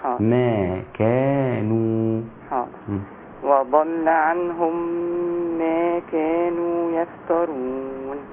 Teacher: شوفي عندي ثلاث مدود طبيعية كلها في ميزان واحد